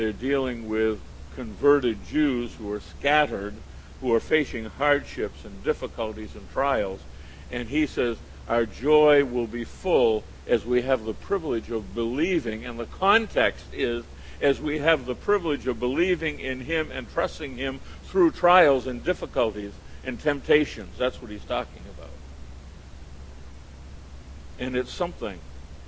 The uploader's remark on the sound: at The People’s Church of Somerville, NB on the evening of June 8, 2014